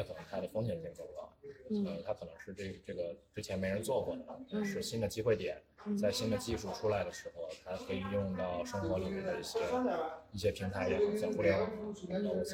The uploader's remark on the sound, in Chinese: 因为当时录音环境太嘈杂